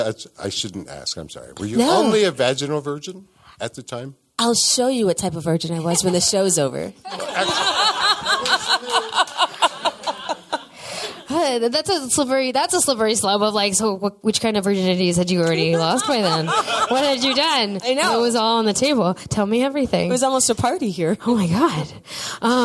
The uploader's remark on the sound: Live From Woodhull Sexual Freedom Summit.